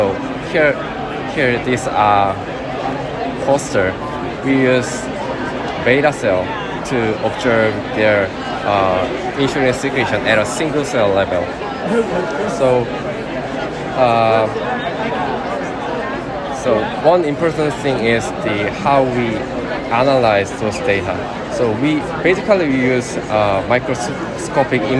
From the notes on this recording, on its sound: recorded during the poster session at the Islet Study Group 2023